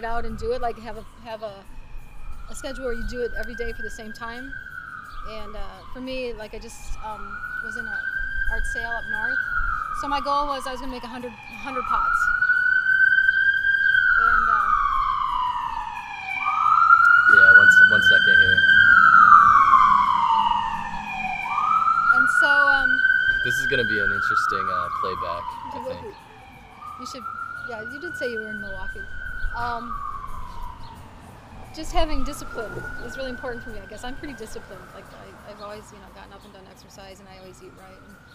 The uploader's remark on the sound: We record our conversation in the busy downtown area of Milwaukee (I APOLOGIZE FOR THE CIRCULAR SAW GOING OFF IN THE BACKGROUND OCCASIONALLY) outside of a hole in the wall coffee shop.